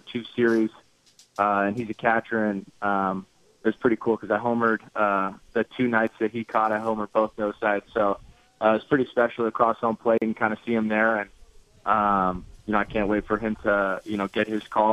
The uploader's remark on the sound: called in to the Ben and Skin show